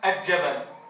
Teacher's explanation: إدغام اللام القمرية في الجيم، وهذا شائع عندنا